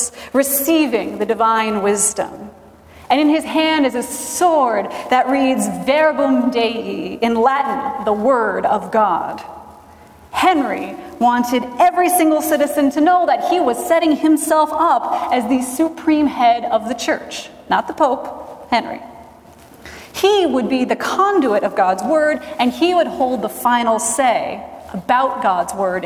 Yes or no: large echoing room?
yes